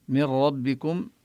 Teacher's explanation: هنا النون حكمها بلفظ من حكمها الإدغام، لذلك شددوا الراء، هو إدغام بلا غنة